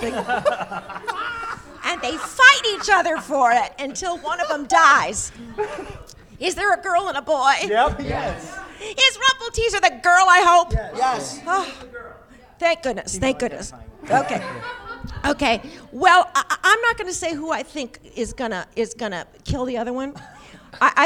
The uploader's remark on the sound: LIVE from BroadwayCon 2020 in New York City